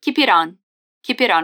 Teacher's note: Veja que o T em it soa como um R, um R. E it on vira it on.